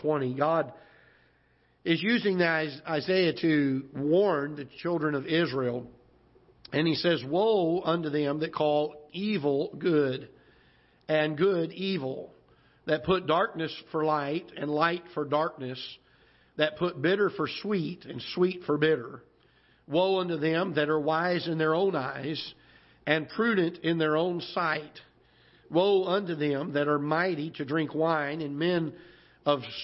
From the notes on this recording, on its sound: Ketha Heights Baptist Church ~ Live Broadcast.